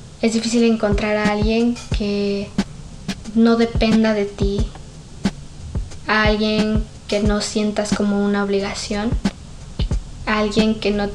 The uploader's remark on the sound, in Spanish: Pido disculpas por el ruido externo, pero como por el momento no puedo permitirme costear canceladores de sonido, tendran que convivir con ustedes mientras escuchan este episodio.